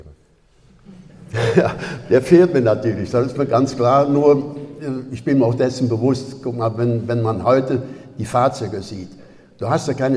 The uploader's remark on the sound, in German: In Swisttal. Vor Livepublikum zu interviewen.